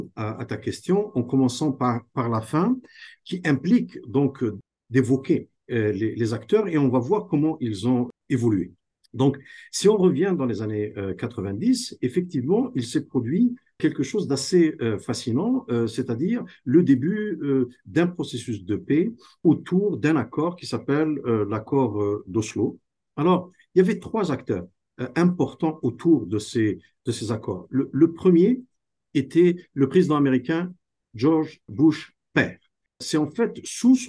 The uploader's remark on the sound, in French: la Chaire Raoul-Dandurand a tenu une table ronde en ligne